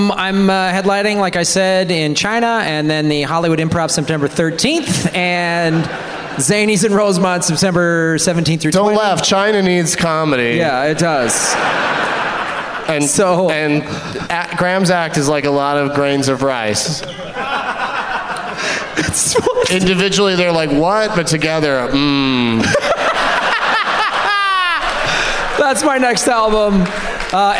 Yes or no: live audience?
yes